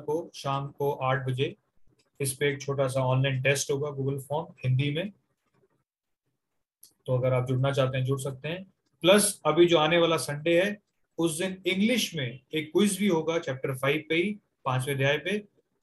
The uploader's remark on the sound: Zoom recorded class